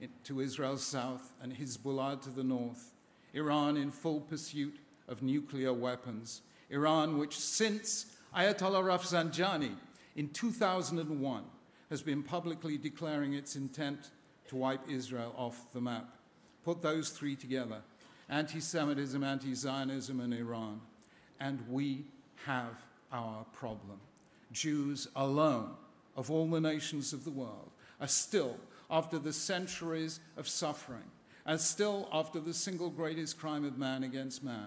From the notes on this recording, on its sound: a keynote plenary address at the American Jewish Committee's 2014 Global Forum in Washington, DC